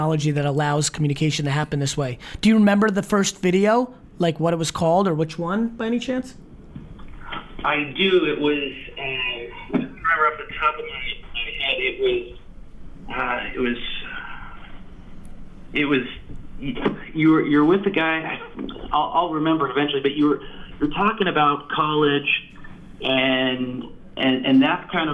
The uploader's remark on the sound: a phone call I had with him